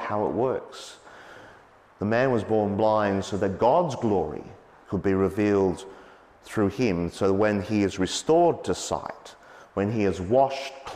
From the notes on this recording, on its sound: as preached on Sunday, 19 March 2023